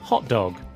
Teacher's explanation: Practice the pronunciation of compound nouns. The stress is on the first word. So try saying hot dog with an equal stress on both words.